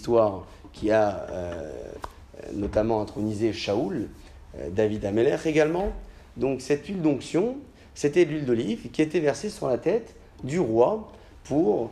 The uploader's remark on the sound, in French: Conférence pour les femmes, donnée à Alfortville.